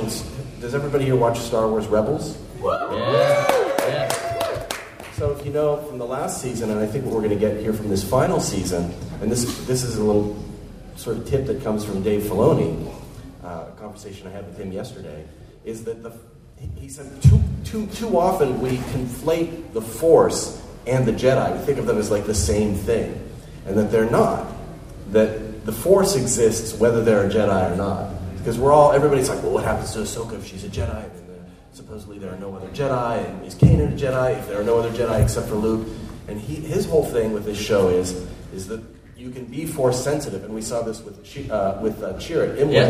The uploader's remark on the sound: Celebration Orlando Live Show. This episode, it’s our live show from Celebration Orlando!